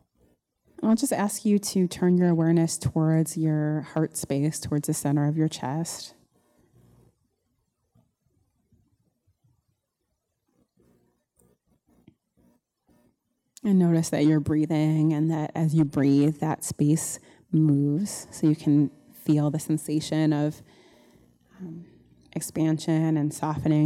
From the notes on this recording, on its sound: The Rubin Museum of Art presents a weekly meditation session. This podcast is recorded in front of a live audience.